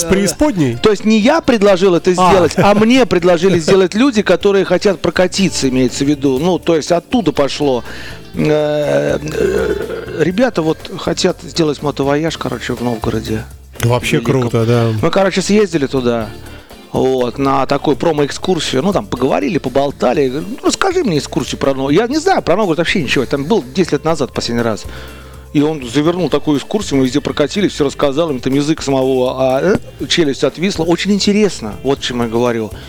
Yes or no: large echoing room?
no